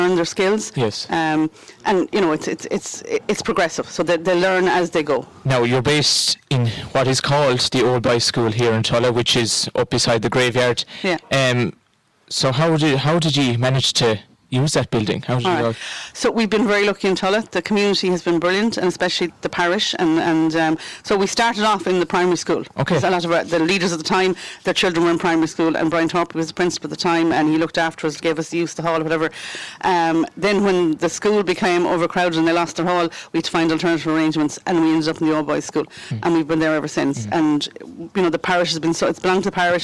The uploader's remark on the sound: As recorded live 29th July 2023 and broadcast from the Stand at Tulla GAA pitch as part of Tulla Music Festival.